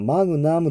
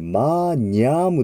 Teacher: N の前に G がつくと、ニャニニュニェニョの発音になります · Shown in: second take · ので、これはマグナムではなくてマーニャームという発音になります。ちょっと注意したい発音ですね。マーニャーム。大きなピストルでマグナムっていうのがありますが、あれの語源になります。大きいという意味合い